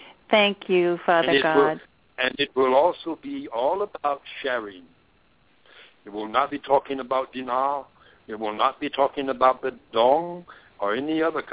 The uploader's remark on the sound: She will do a channeling session live so that callers can call. Personal responses to callers during the special call-in segment. This radio show.